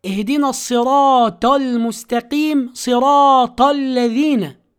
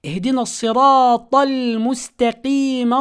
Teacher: صراط لابد من مراعاة، وأيضا في كلمة الصراط الأولى المعرفة لابد من مراعاة الإتيان بالطاء، لابد من مراعاة الإتيان بالطاء، لا تأتي بها تاء مفخمة · Shown in: second take